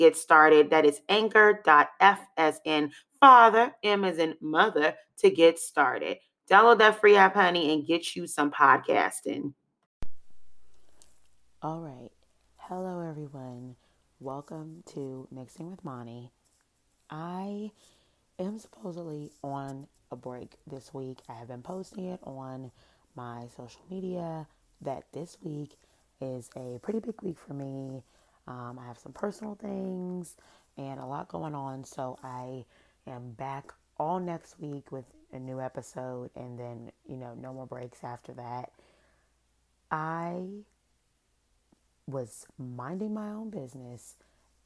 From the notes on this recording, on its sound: SOUND UP (sorry)! This was a spur of the moment episode. Sorry it’s low, I didnt expect to record.